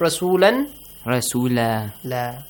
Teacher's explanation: If you stop, Rasulan, the tanwin fatha changes to Alif Mad.